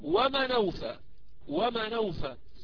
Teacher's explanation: إذن النون هنا لم تعد ساكنة بل إنها حركت، والهمزة هنا أسقطت.